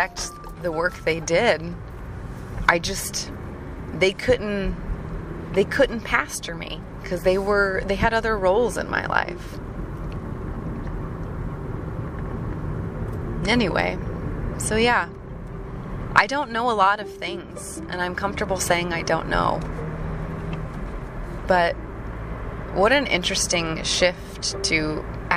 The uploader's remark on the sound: Hopefully the road noise isn't too distracting.